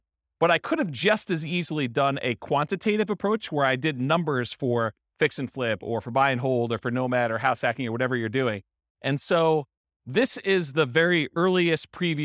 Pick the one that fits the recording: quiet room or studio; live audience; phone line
live audience